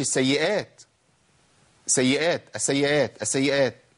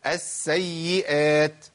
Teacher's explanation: السين مرتين والياء مرتين، سين ساكنة بعدها سين متحركة، ياء ساكنة بعدها ياء متحركة. · Shown in: second take